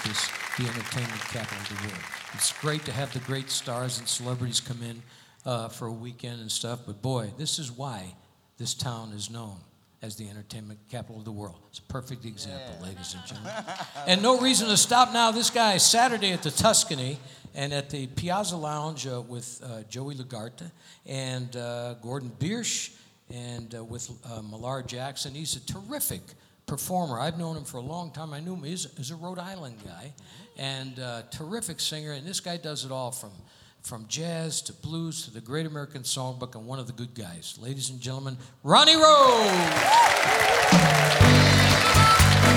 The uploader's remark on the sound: Live at the SouthPoint Casino